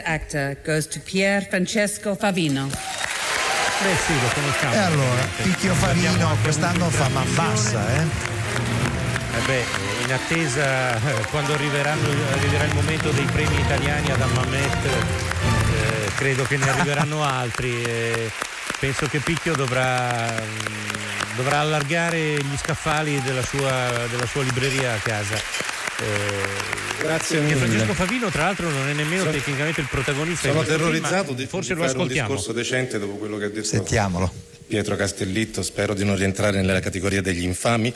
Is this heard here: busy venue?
yes